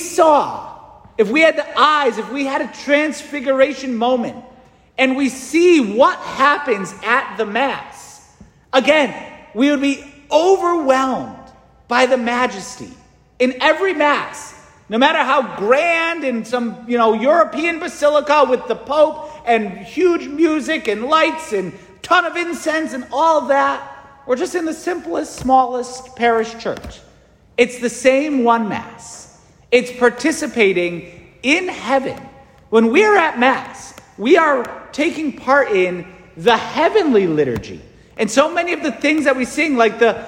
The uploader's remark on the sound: St Francis Catholic parish homily preached